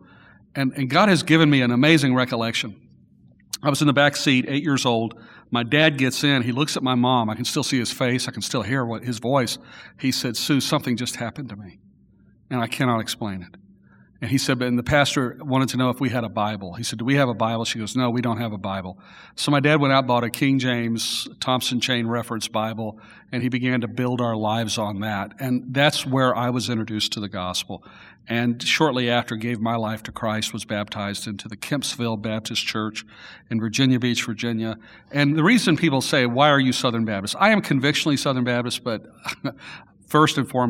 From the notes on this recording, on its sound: Following community worship on March 1 in front of a live studio audience.